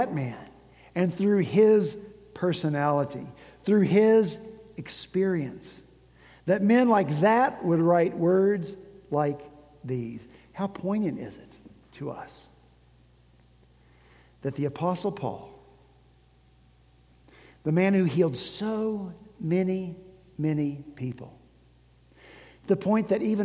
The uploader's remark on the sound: At Redeemer Presbyterian Church in Charleston, SC.